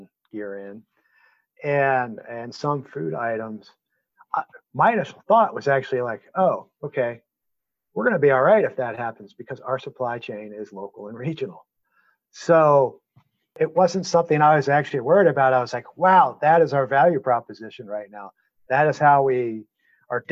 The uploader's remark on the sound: Interview recorded over the web on May 12, 2020